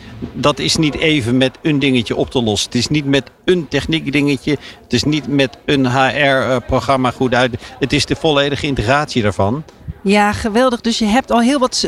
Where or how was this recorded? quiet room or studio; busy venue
busy venue